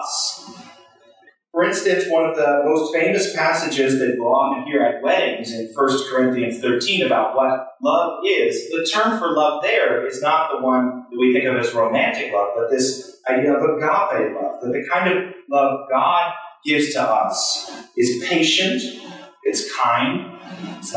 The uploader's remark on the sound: Sermon recorded in the Chapel at Union Congregational Church Sunday July 2, 2023.